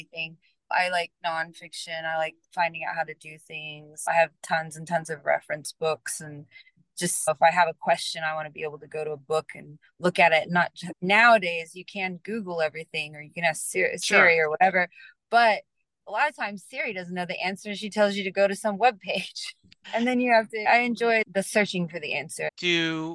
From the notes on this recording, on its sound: joined me from her car right after sound check for a gig in NYC